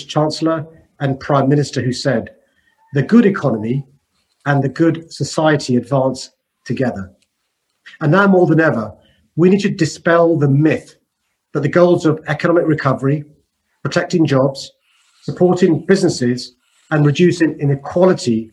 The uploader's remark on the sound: Listen to a recording of Day 2: Inclusive Societies, of The Recovery Summit, a virtual, world-wide conference focused on charting the path to global recovery from COVID-19.